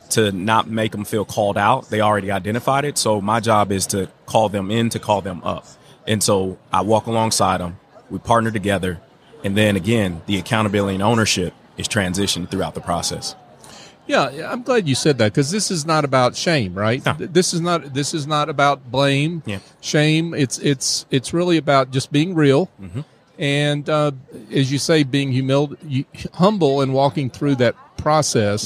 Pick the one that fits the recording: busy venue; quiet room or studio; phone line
busy venue